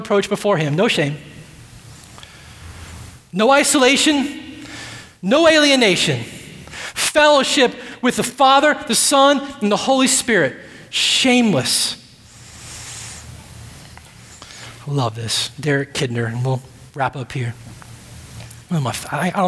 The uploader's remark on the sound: at Redemption Hill Church